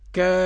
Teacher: طبعا ده مد لازم، كلمة مثقل، 6 حركات لجميع القراء. الكسائي بقى كافة عند الوقف إمالة